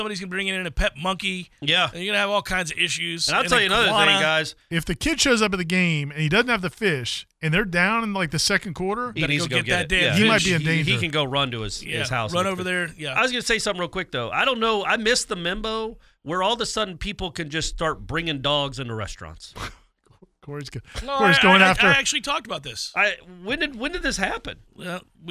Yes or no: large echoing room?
no